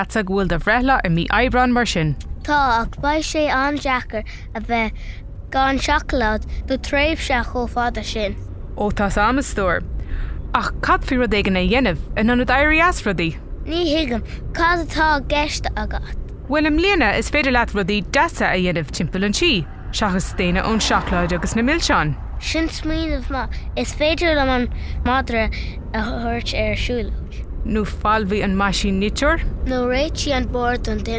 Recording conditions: inside a vehicle